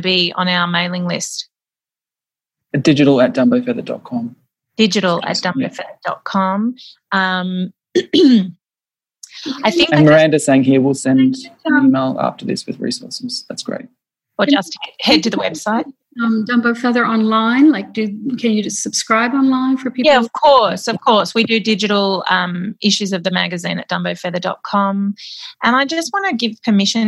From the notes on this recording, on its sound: Nearly 200 folks around the world gathered in the Zoom Room for our Monday lunchtime chat